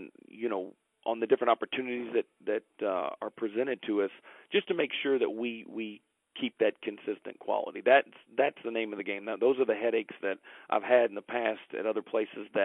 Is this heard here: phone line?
yes